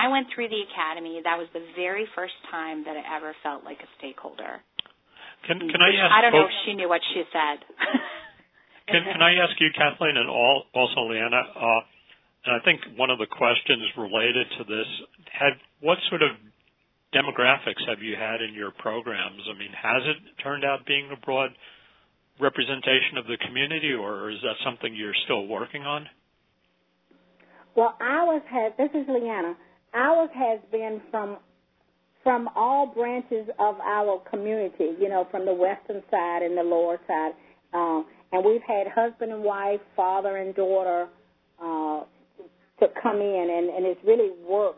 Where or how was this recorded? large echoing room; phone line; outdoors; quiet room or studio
phone line